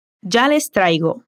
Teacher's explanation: ya queda sha y la S de les queda aspirada